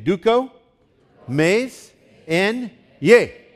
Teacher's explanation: You put the emphasis on the last syllable